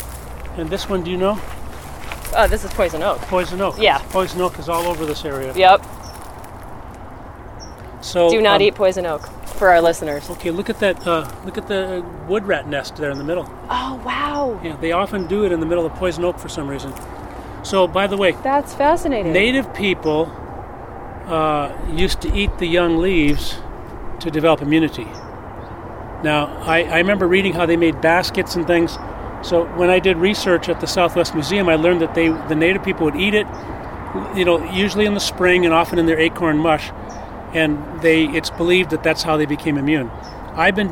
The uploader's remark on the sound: I step away from my Skype interview setup to head out into the urban wild.